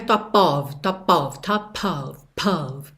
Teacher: Repara como tem um arzinho nesse P